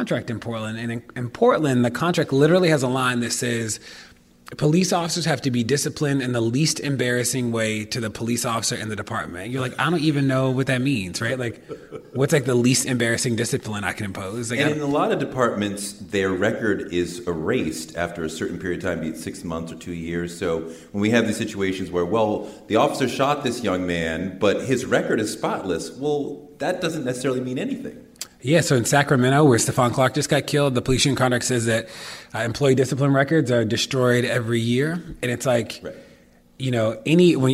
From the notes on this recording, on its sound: This was recorded live at NYCPodfest.